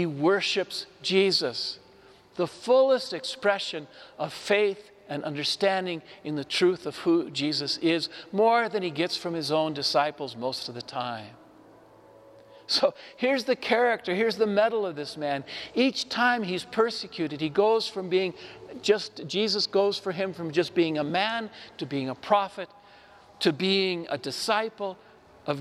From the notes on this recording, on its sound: Homily delivered to the Saint Francis Catholic Community of Cuenca, Ecuador, (Iglesia de San Francisco).